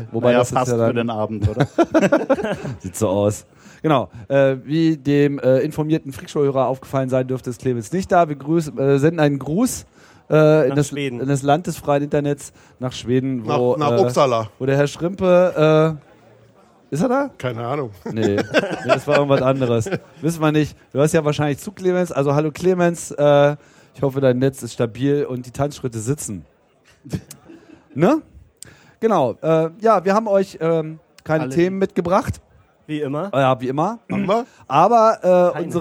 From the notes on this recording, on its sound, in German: Es war Congress und wir waren dabei. Auf der Bühne des Sendezentrums. Tag eine unterhaltsame Zusammenkunft mit unseren Hörern vor Ort.